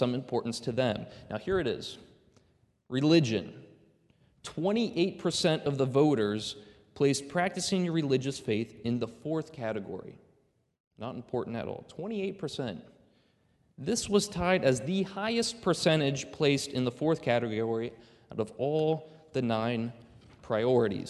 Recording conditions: large echoing room